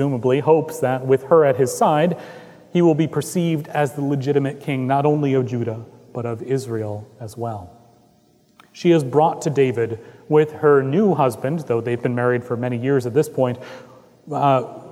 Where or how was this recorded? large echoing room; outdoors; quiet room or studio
large echoing room